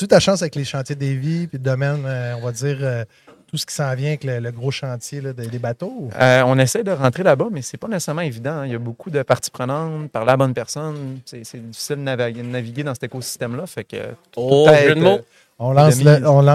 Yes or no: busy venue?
yes